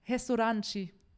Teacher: das R wird nicht ausgesprochen, sondern als H